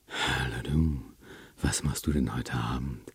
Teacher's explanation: Neben der Knarrstimme ist dann auch noch die Hauch- und die Flüstervariante im Angebot. Die Stimmbänder haben hier sehr lange Öffnungsphasen oder schließen fast überhaupt nicht mehr.